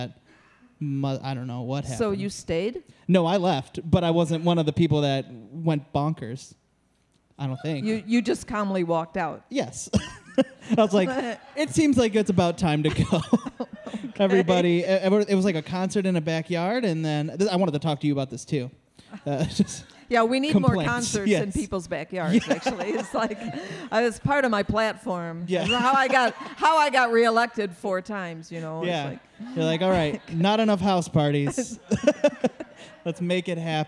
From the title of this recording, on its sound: LIVE at Planet Ant's 25th Anniversary Celebration